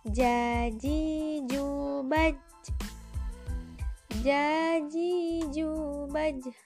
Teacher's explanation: berdasarkan keluarnya nafas termasuk ke dalam jahar atau jelas berdasarkan keluarnya suara termasuk ke dalam syiddah atau kuat Berdasarkan terangkat tidaknya pangkal lidah termasuk ke dalam istifal atau menurun.